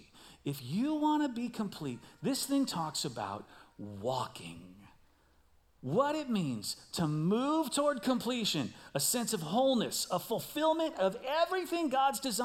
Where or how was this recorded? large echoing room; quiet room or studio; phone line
large echoing room